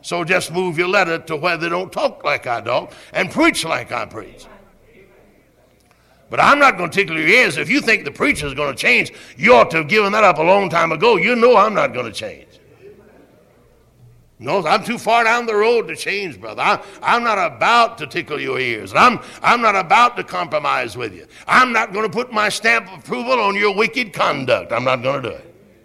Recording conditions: large echoing room